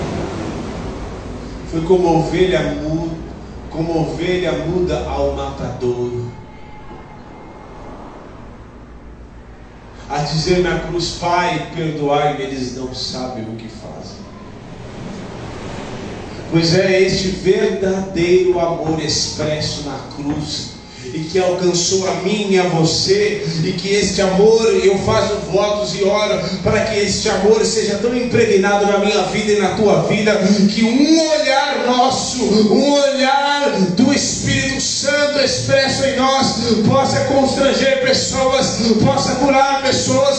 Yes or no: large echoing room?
yes